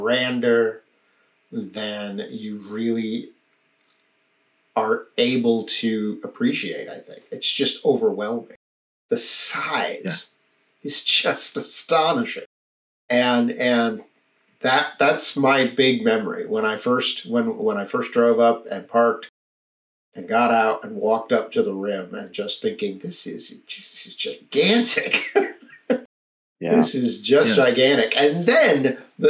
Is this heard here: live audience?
no